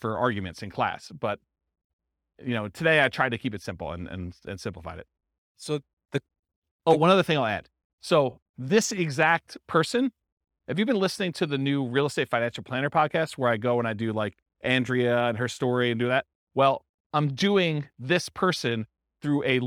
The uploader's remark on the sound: This was a live class recorded